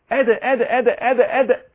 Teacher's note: انفتاح، أدا أدا أهو مرقق، أدا أدا أدا فيه قلقلة هخذلة في حبس الصوت وحبس نفس هيولد لي قلقلة